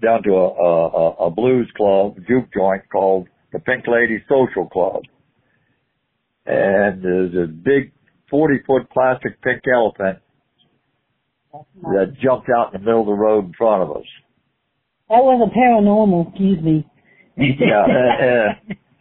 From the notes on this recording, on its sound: call